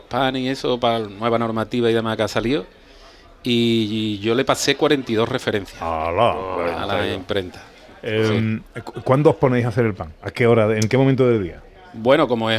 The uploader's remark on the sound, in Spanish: En directo desde la Diputación de Sevilla, Sabores de Andalucía